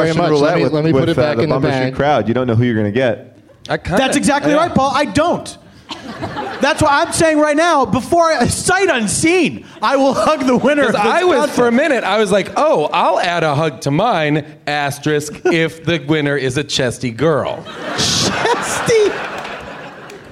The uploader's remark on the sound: Live from Day 2 of Bumbershoot in Seattle